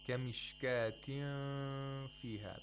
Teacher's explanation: you make a nasal sound for two vowel counts · Term: ikhfa